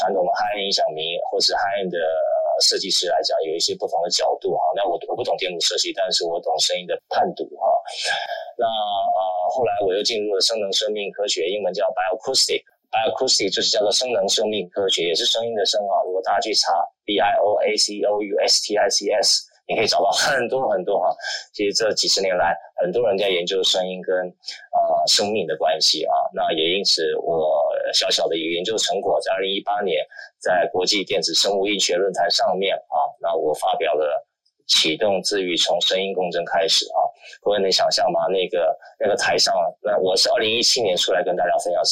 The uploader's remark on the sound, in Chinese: 於clubhouse上演說並現場錄音。現場錄音，原先只存檔用並無公開，音質上請多多包涵。